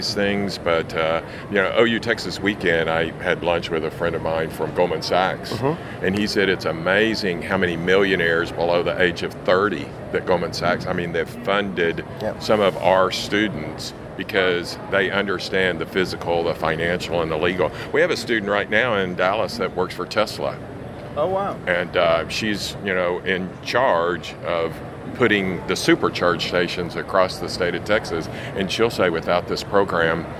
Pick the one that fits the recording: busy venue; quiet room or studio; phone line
busy venue